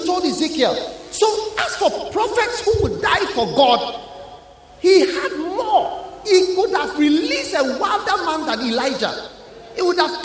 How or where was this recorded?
live audience